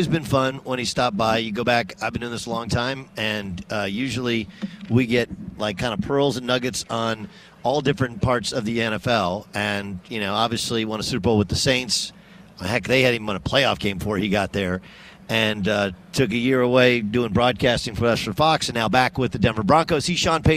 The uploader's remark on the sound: on Radio Row at Mandalay Bay in Las Vegas